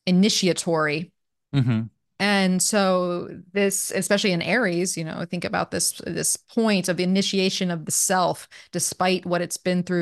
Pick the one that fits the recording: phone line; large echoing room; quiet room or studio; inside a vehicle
quiet room or studio